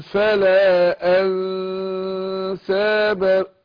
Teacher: بخفي النون عند السين · Term: اخفاء